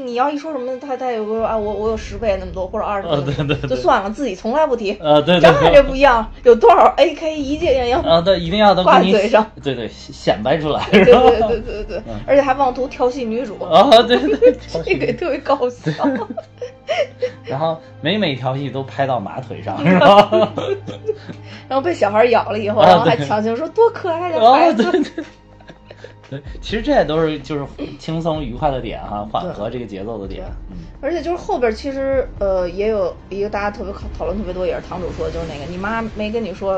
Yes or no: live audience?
no